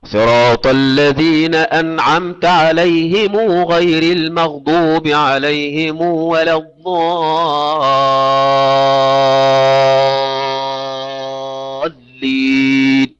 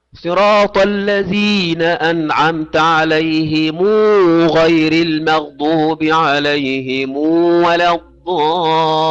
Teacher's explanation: بالإشباع حتى تقعد الواو ويسمعها الآخرون · Shown in: second take · انتبه إلى هذه النقطة حتى لا نضم فقط، لا بد من إثبات حرف مد طبيعي مع ميم الجمع.